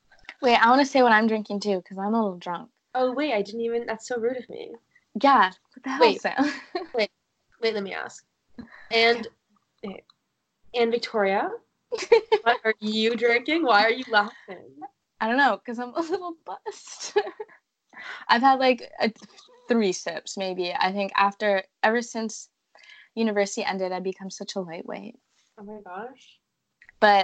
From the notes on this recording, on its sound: Is in the UK. Is in Ottawa. Get our latest update with our skype call.